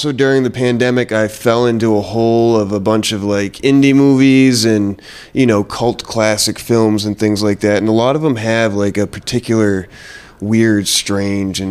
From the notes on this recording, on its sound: Live from The Lower Draw in Manhattan. Sat down for an in person live podcast recording.